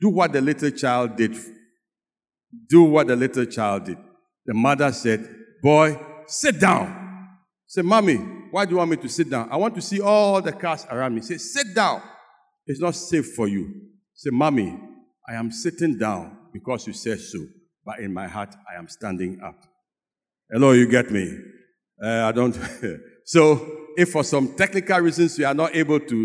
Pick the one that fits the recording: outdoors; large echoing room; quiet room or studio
large echoing room